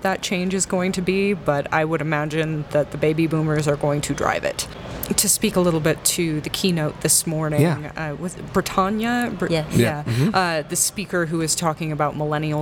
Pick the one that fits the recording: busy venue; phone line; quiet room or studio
busy venue